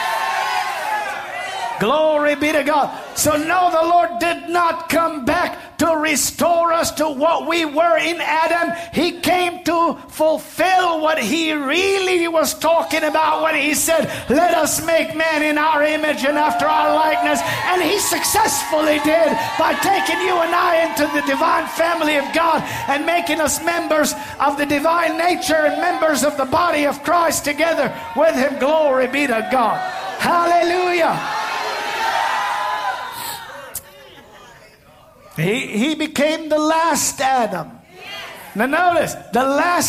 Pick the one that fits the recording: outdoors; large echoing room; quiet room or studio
large echoing room